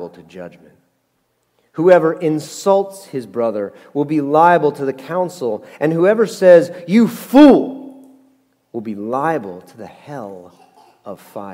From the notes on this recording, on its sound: Message Preached at Valley Creek Church